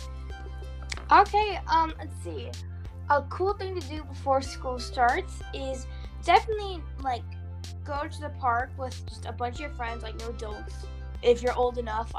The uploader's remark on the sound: Sorry about the glitching…